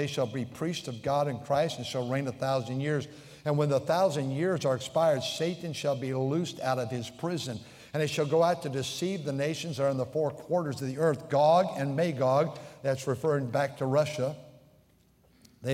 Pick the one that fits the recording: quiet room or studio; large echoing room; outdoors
large echoing room